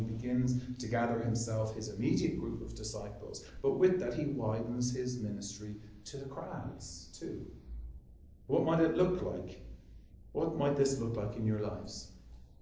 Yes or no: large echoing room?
yes